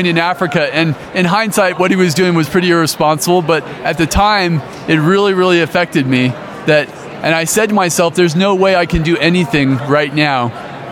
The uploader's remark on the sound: LIVE from the Private Practice Section Annual Conference in Colorado Springs, Colorado